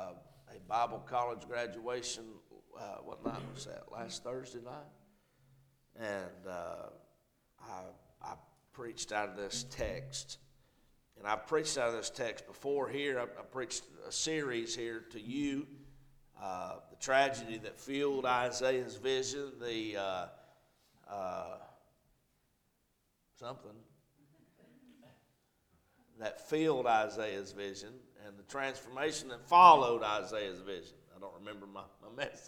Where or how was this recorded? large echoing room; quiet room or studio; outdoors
large echoing room